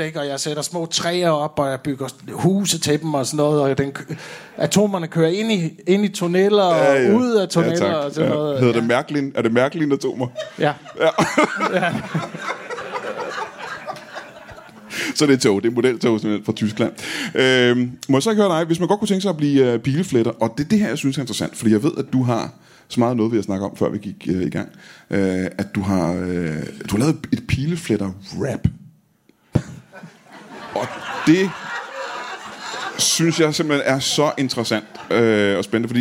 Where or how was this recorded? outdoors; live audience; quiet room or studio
live audience